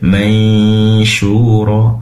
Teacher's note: shin berasal dari lidah bagian tengah, maka proses mendengung dari awal sampai terucap huruf shin, maka posisi kita, posisi lisan sudah melafal, seakan-akan melafalkan huruf shin.